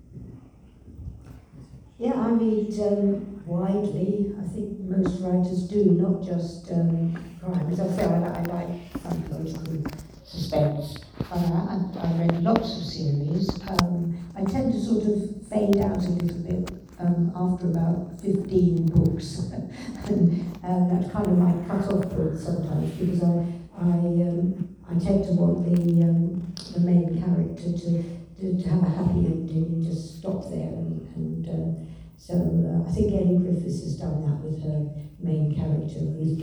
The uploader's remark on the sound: The third panel from The Darkside of Brighton book festival held at the Old Ship Hotel in Brighton on 28th October 2023